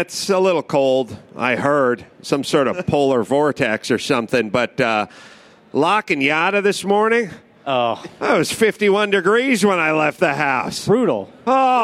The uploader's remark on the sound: A special CarCast live from the Ford booth Consumer Electronics Show in Las Vegas. Sit down in front of a pre-production 2015 Mustang.